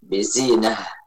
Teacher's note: Ini kalau waqaf bizinah, kalau waqaf pada zina maka dibaca dengan ha yang sukun